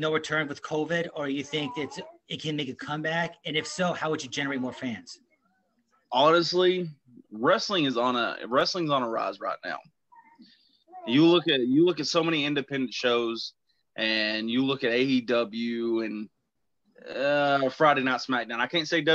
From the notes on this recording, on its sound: joins me on Zoom